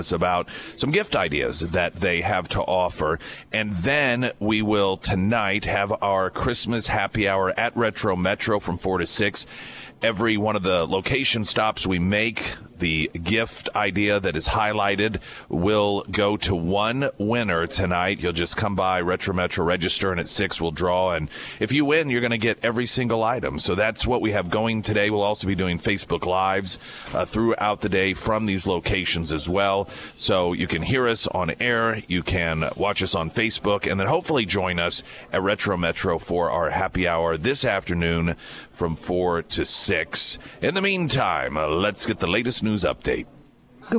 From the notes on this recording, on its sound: live at Scramblers Diner for the Friday Road Show